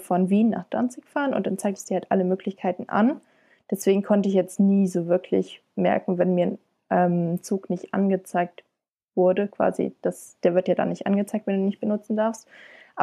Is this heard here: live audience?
no